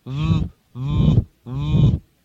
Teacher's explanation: Instead of the lip coming up to the teeth, V, V, it's going to be more with the lips together, like V, V, V. · Term: V between the lips